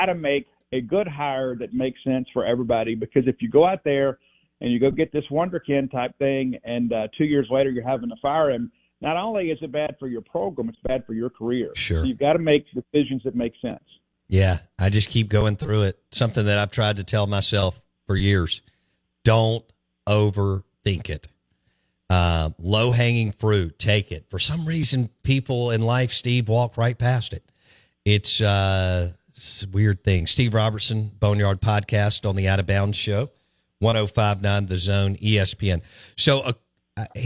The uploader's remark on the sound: Joins the show on the Farm Bureau guest line talking about the biggest stories with Mississippi State live in the BankPlus Studio.